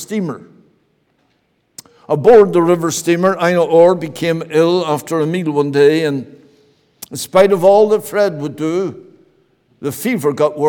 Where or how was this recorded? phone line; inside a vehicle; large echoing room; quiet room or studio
large echoing room